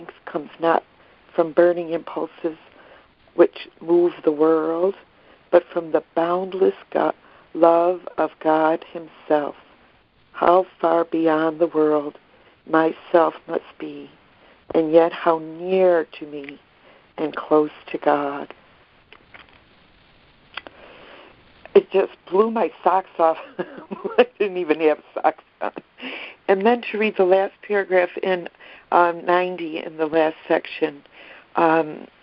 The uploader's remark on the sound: ACIM Daily Conference Call.